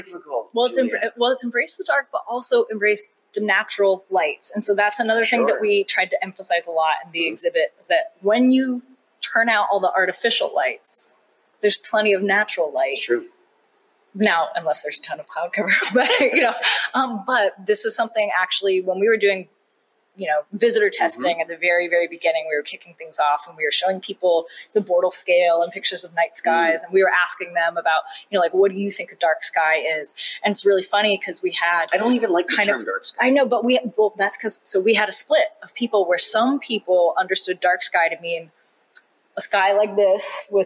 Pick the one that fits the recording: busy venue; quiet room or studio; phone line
busy venue